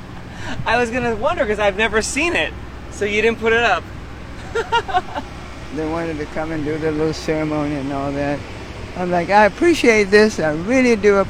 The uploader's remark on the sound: We recorded our mile long conversation along DC’s U Street Corridor, historically known as Black Broadway.